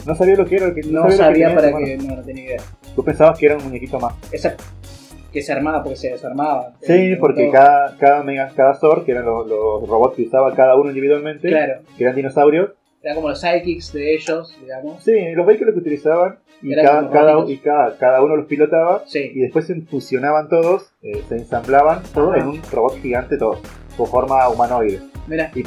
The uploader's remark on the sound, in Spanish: Se escucha mal pero como somos unos caraduras lo subimos igual. El podcast comodorense. Este piloto se escucha mal, es verdad.